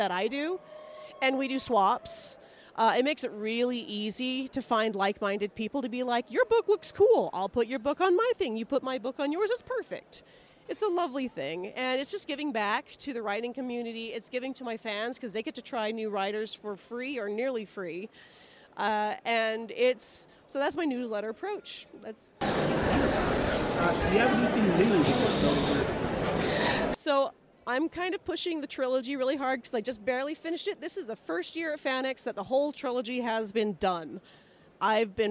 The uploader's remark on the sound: Author Interviews Live From FanX.